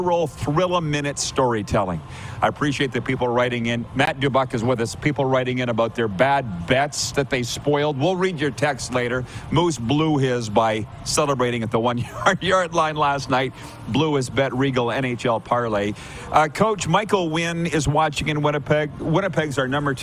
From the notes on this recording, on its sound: LIVE from the Beachouse in Pompano, FL